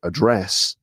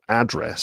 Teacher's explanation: But then there's the other group, which is where in the UK, they're pronounced with the stress on the last syllable · Shown in: first take · But in the US, you put the stress on the first syllable.